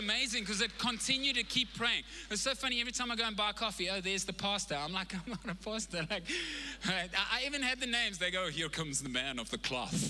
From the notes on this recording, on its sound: Recorded live on Sunday the 3rd October 2021